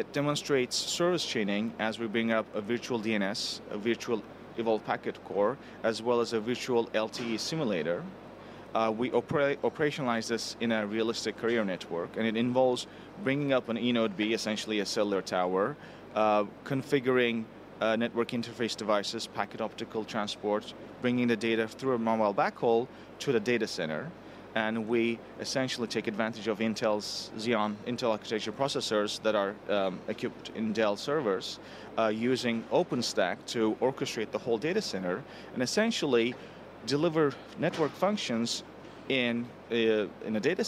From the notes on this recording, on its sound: Live from MWC. In this archive of a livecast.